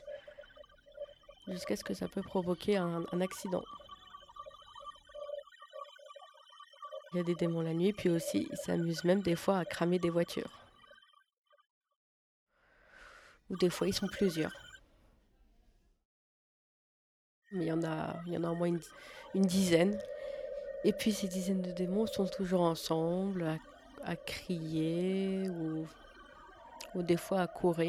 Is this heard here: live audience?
no